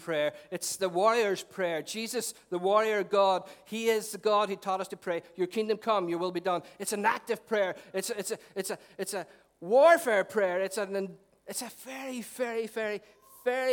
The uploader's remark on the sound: Recorded at our 11am Celebration at our Storehouse venue.